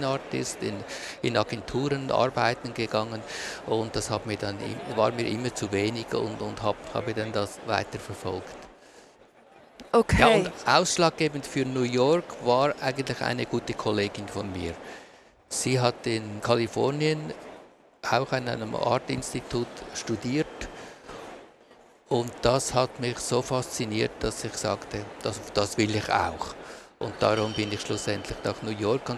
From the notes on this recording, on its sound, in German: Von der Swiss Art Expo in Zürich. Wir haben die Gespräche im September live aufgezeichnet.